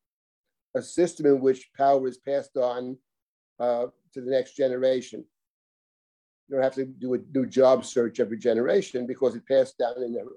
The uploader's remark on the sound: This audio was originally captured from Zoom